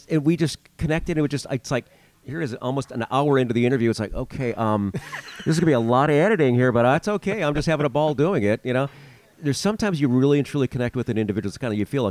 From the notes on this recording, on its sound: We meet at Maxim's Diner in Merrillville, Indiana on January 23, 2024. During a day filled with freezing rain driving.